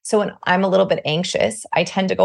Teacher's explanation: when I'm a little bit anxious, I tend to go a little bit higher in my range and I also lose volume. And you can hear that I have a lot more vocal fry.